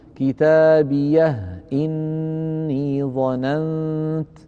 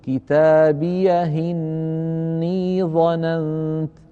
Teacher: يسكنها ويبقي الهاء ساكنة ويكسر همزة إني، يبقي الهمزة محققة · Shown in: first take